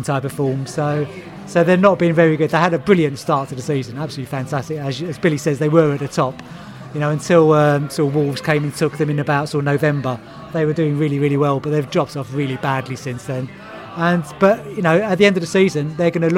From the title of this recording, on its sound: podcast from the Pub